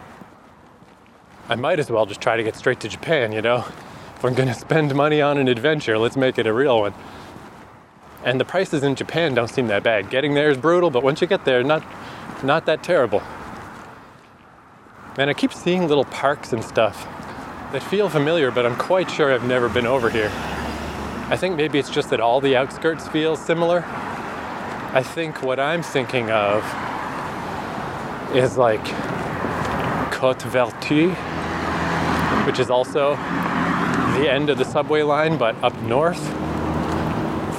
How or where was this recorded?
outdoors